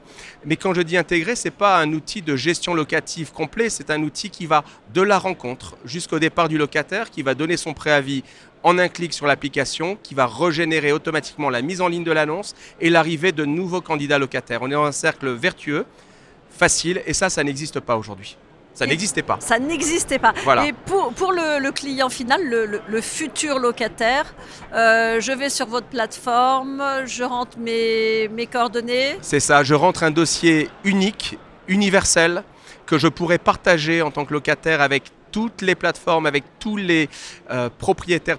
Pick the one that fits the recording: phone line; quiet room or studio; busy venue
busy venue